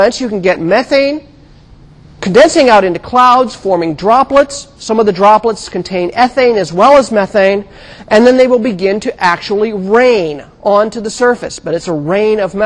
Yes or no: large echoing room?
yes